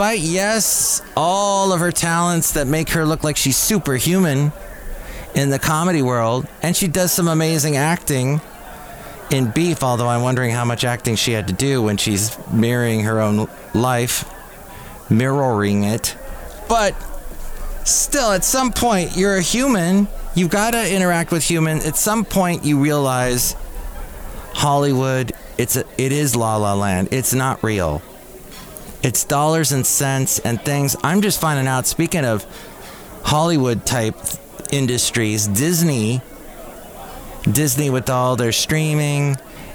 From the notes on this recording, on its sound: podcasts live from Café Anyway